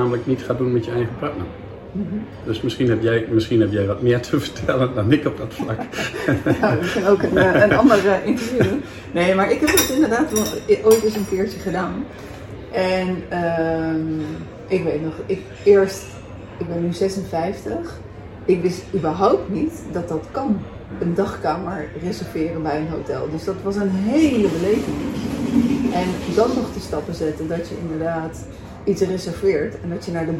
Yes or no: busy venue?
yes